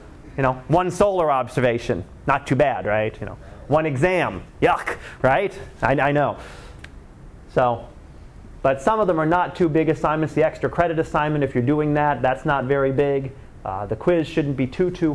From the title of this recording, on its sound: Live Class Lecture